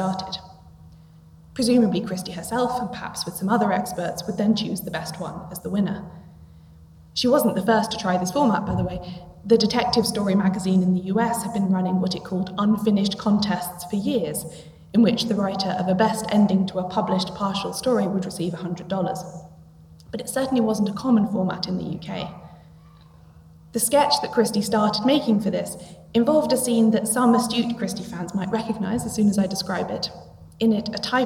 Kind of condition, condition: setting, live audience